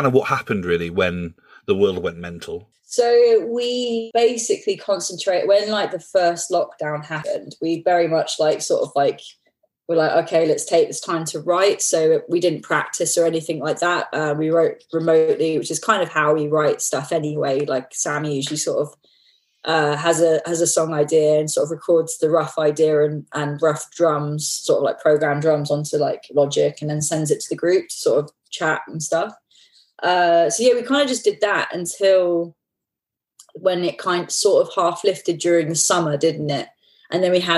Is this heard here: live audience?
no